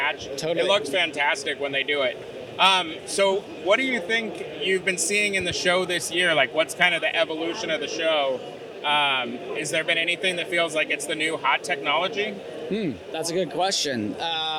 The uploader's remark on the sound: go live from the Graphics Pro Expo, right from the ROQ booth